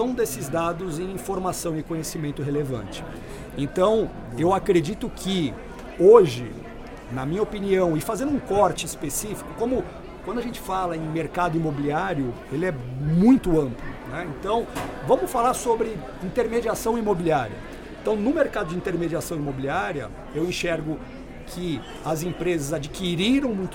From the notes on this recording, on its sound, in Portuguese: Esta semana, liberaremos episódios especiais do Proptalks+Secovi, gravados durante o evento Rede Show organizado pelo Secovi.